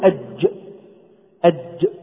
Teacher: والجيم تخرج من وسط اللسان كما قلنا إلى الداخل، الجيم أدخل، الجيم أدخل إلى الداخل، والياء أخرج كما اتفقنا